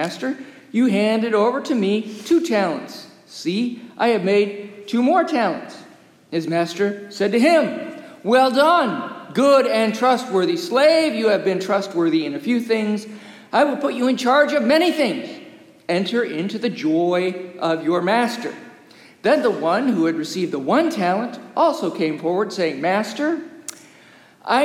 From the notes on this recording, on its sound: As recorded live during worship in the historic, 317-year-old sanctuary of (Old) Rehoboth, the "Birthplace of American Presbyterianism."